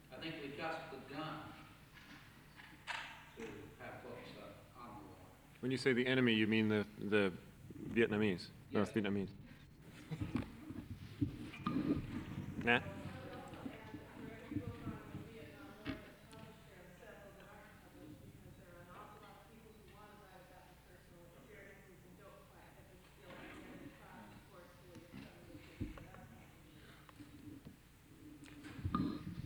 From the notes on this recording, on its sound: This is a confrence hosted by PEN America with a panel of Authors